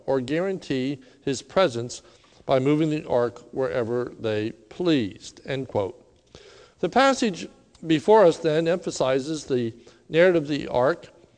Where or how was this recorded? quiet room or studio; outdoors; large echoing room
large echoing room